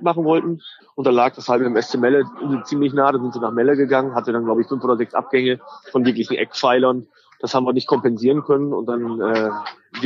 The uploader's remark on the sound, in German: Am Platz des Hagener SV während der laufenden Partie gegen den TuS Glane in der Kreisliga Süd. Direkt und live vom Platz.